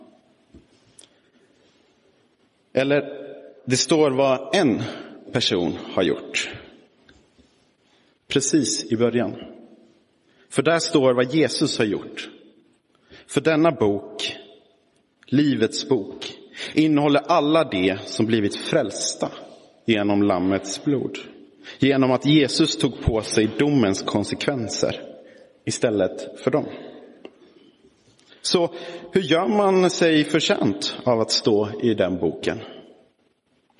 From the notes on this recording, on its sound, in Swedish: Inspelad i Roseniuskyrkan den 20 november 2022